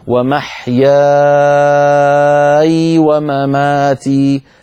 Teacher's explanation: ورش يسكن الياء وصلا وبالتالي يصير عنده مد لازم كلمي مخفف، ست حركات أنت أتيت به ولكن لم يصل إلى ست حركات.